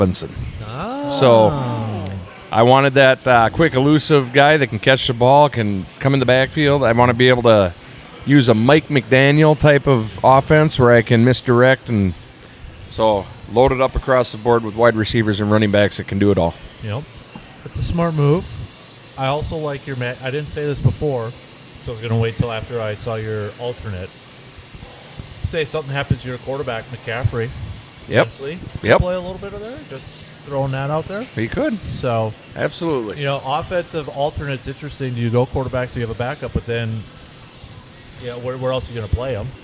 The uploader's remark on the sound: Record live from Hy-Vee for the release of Man Cave Light in 4-packs!